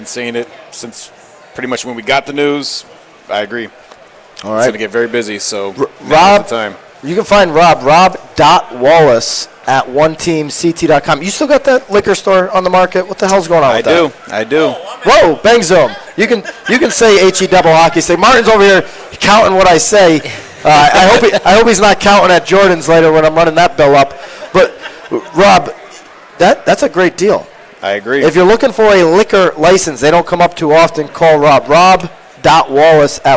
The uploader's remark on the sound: LIVE from the 43rd Annual Home & Garden Show! Live from the 43rd Annual Home & Garden Show at Mohegan Sun!